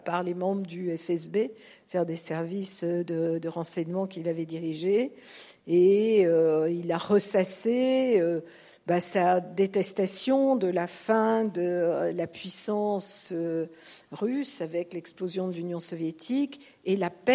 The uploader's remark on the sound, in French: Réécoutez la conférence du 17 mai 2023 à l'UCLy